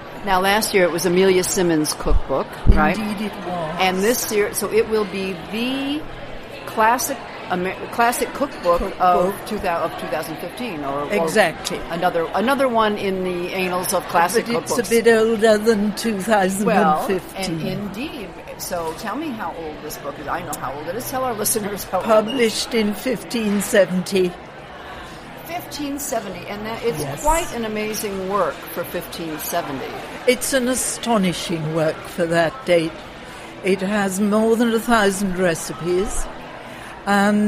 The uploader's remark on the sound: Live From the IACP. The recent International Association of Culinary Professionals Conference held in Washington, DC. Live on the scene.